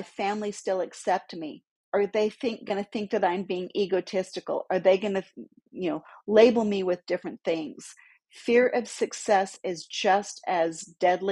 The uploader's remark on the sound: My recording software cut me off at 30 minutes